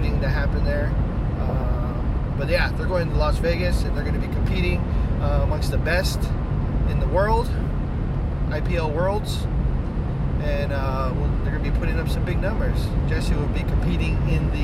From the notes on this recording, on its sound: took a drive in the car so decided to record an episode